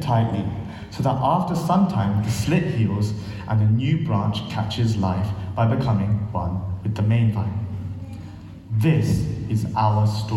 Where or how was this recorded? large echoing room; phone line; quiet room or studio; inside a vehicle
large echoing room